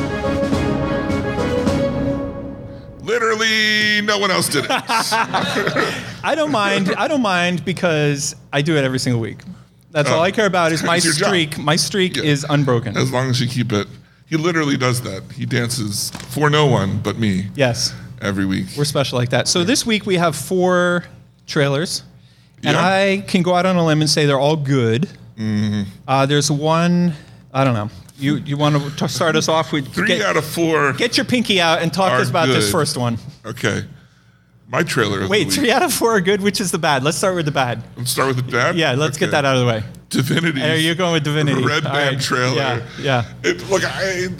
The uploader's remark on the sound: Live From The Red Rose Film Festival. Recording live at the Zoetropolis Cinema Stillhouse.